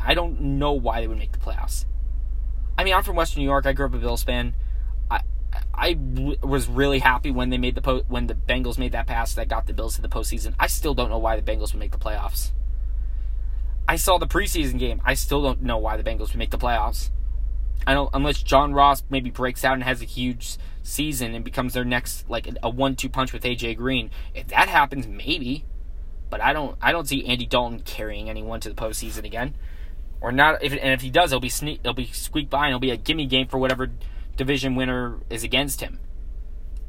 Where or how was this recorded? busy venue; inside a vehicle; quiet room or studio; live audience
inside a vehicle